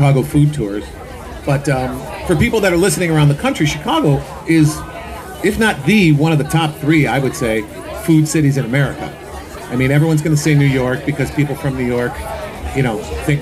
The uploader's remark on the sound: LIVE from the Randolph Street Market in Chicago, one of the TOP TEN antique market festivals in the US according to USA TODAY